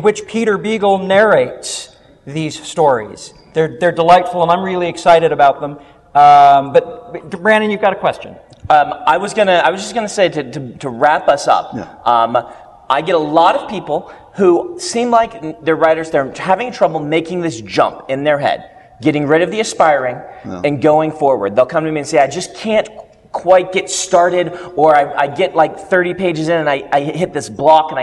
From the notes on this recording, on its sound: recorded live at Westercon 67